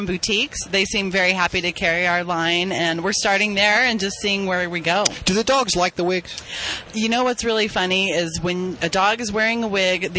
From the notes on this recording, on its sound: Animal Radio's New Pet Product Special '07 is LIVE from Mandalay Bay Convention Center in Las Vegas. It's SUPERZOO.